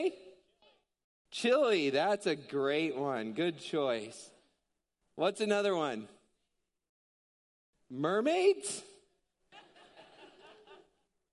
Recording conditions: large echoing room